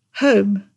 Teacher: that sound O is actually a diphthong, i.e. it's two vowel sounds. It's a big R sound followed by an O sound.